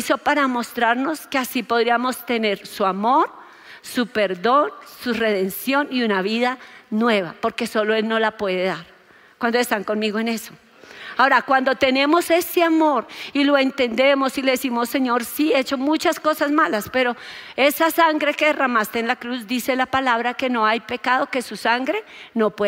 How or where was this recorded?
large echoing room